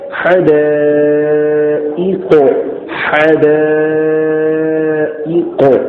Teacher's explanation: حمزہ کے نیچے زیر ہے، زیر کو جلدی پڑھیں تھوڑا بھی نہ کھینچے، معروف پڑھیں مجہول سے بچے، زیر کی آواز نیچے کو جاتی ہے، اس لیے ہم نے پڑھا حدائق حدائق.